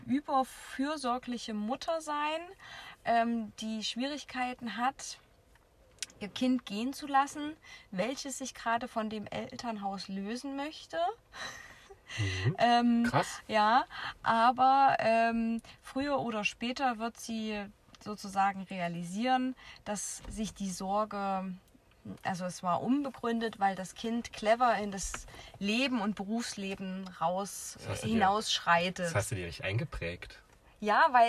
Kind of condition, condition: setting, inside a vehicle